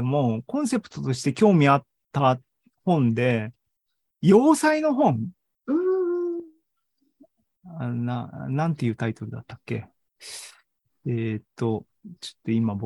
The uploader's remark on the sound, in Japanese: ZOOMライブの模様です